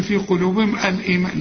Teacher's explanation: الإيمان، الإيمان إذا بدأنا، إنما همزة الوصل للألف اللي مرسوم عليها رأس الصد هي تلغى إذا وصلت الكلام، تقول في قلوبهم الإيمان، مش تقول لي في قلوبهم الإيمان، لا في قلوبهم الإيمان، وبعد الميم بتاعت الإيمان في ألف علشان تمد الميم ألف كاملة